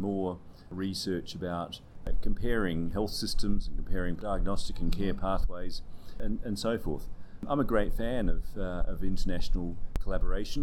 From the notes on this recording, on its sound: There is some audio interference given it was recorded at the Symposium.